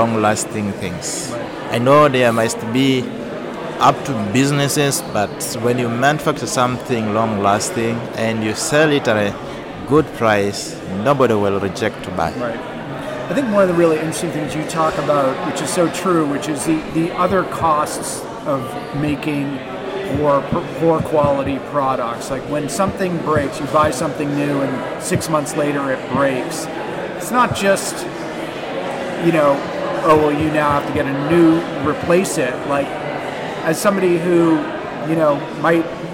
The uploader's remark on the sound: recorded at FixFest in Brussels